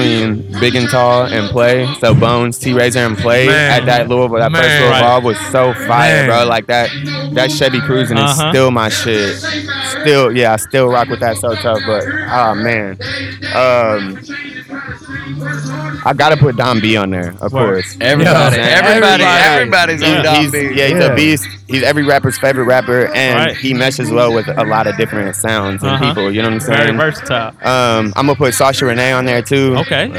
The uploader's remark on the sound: Live At Louievolve